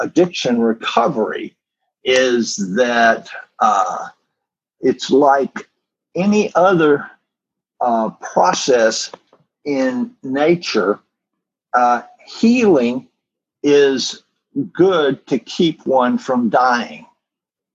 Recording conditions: video call